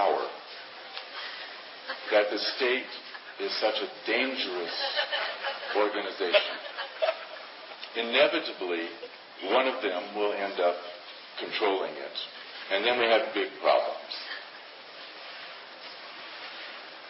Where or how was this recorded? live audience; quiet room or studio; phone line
live audience